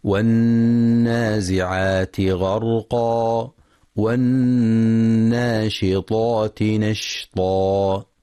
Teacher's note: والنازعات غرقا والناشطات نشطا. ينتبه القارئ لغنة النون المشددة في كلمة والنازعات والناشطات